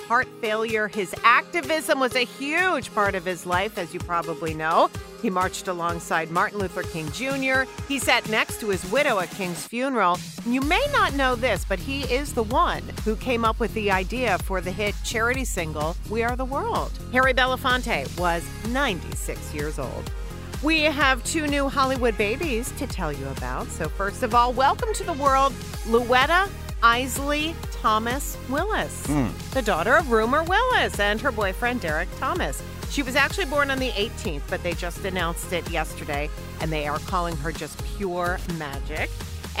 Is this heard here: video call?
no